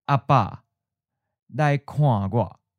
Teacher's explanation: the pronoun me, gua, is put in the neutral tone. You can think of the pronoun like a light little extra word that doesn't really count as a real noun, and so it can't be marked as the final word.